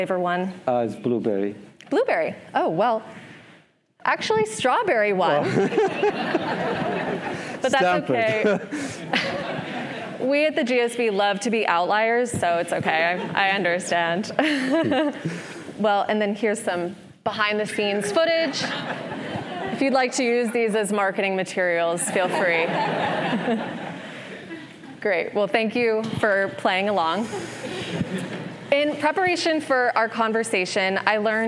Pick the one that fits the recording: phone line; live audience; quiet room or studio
live audience